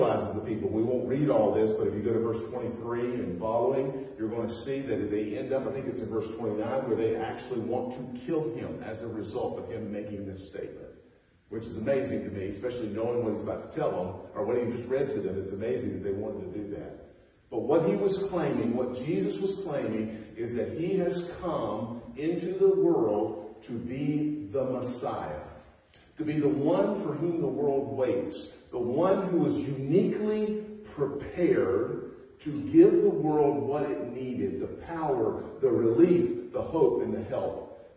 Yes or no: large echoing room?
yes